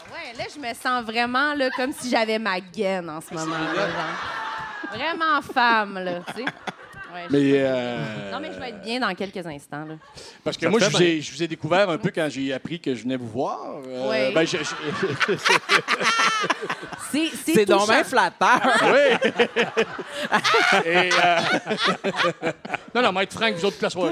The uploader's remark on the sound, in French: cet épisode LIVE au Lion d'Or de Montréal!